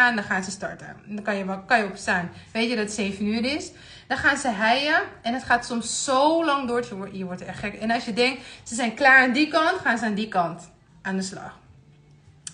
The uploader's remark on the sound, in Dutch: Hierbij de opname van mijn Instagram live.